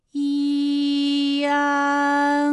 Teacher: 从前高不圆唇元音一开始，舌位向前低元音啊的方向滑降，舌位只降到半低前元音